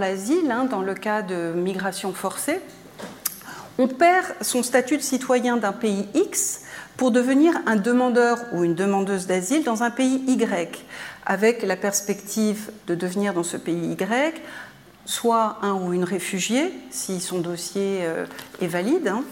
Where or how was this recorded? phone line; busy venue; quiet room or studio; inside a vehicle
busy venue